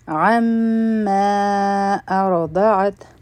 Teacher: په عما کې میم مشدد دی، غنه به کو او دا هم مدی منفصل دی ځکه چې عما یو لفظ دی او ارضعت دا بل لفظ دی.